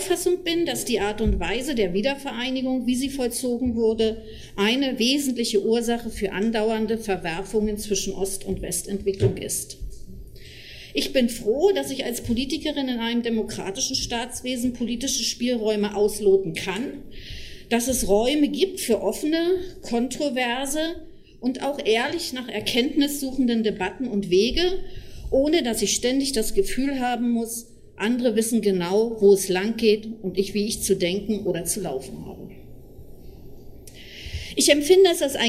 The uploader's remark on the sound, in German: Mitschnitte eines Workshops des Forums Wirtschafts- und Sozialpolitik im Juni 2015